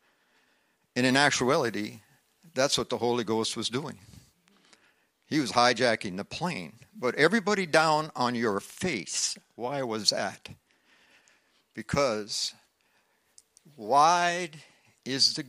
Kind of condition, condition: setting, large echoing room